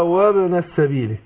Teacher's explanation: أقول هنا في القلقلة وابن السبيل، قلقلة قريبة الفتح، وإن كان بعض العلماء قالوا أنها قريبة لما قبلها، لكن هي معظم شيخنا علمونا أن هي تبقى قريبة للفتح.